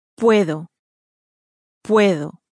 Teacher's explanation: It ends in a vowel, and so it receives its stress on the next to last syllable.